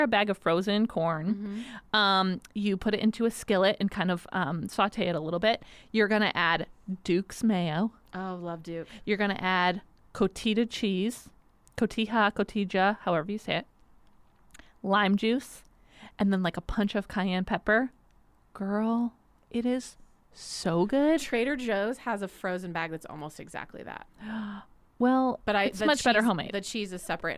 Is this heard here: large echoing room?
no